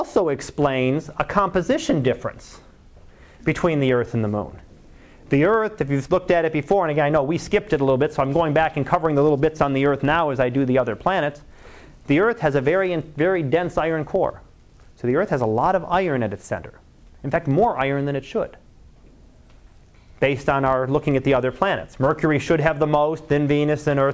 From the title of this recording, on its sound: Live Class Lecture